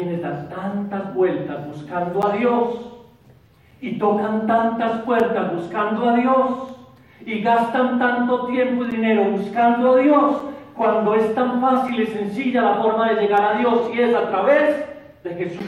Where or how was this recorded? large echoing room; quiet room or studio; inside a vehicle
large echoing room